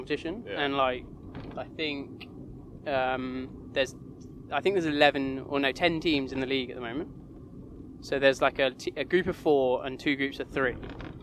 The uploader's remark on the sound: This week we're out and about! Invited us to join him for a Coventry Blaze ice hockey match, so we grilled him in the car ride home and got all the juicy goss.